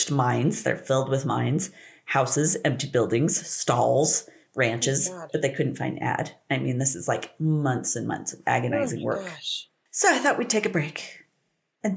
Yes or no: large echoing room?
no